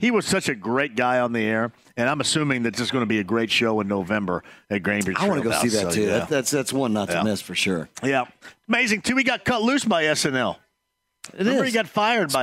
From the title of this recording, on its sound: Live from Joe's Grill